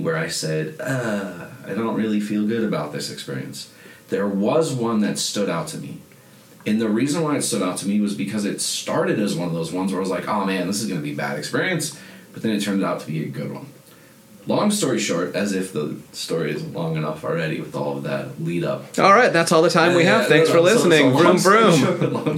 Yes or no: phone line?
no